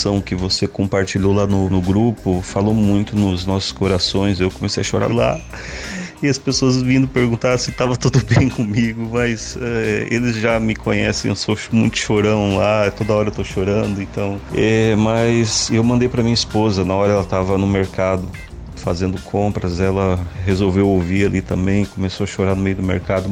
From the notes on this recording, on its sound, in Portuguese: Entrevista realizada via whatsapp